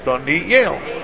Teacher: The accent's on the last syllable, and then it becomes very easy to do. · Term: accent on the last syllable